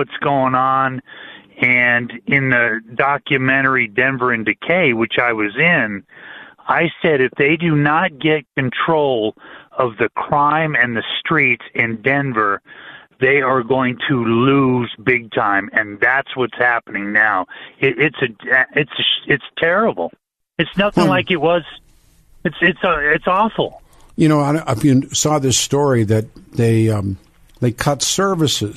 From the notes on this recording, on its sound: open phone lines